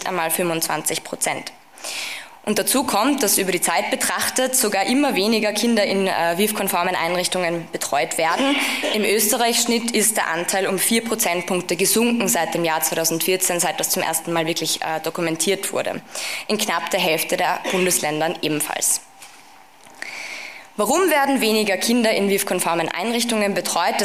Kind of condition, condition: setting, live audience